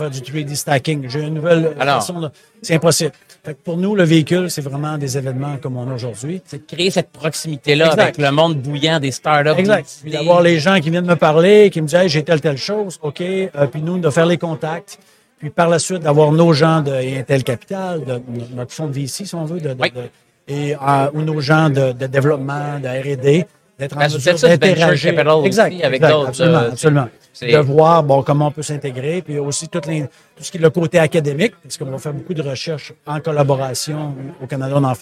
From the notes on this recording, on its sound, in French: En direct du Hardtech à Toronto